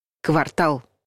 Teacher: Во всех значениях слово правильно произносить с ударением на последнем слоге.